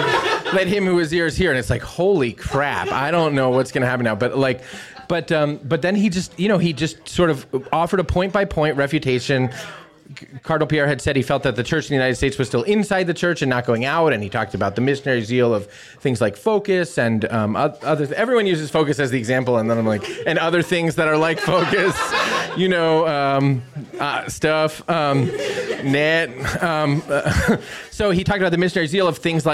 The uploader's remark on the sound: Live from Baltimore! In this live taping of The Pillar Podcast.